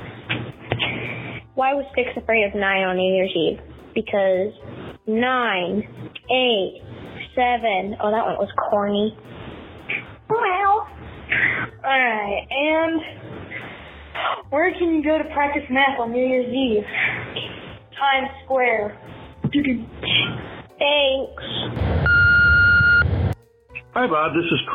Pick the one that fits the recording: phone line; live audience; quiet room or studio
phone line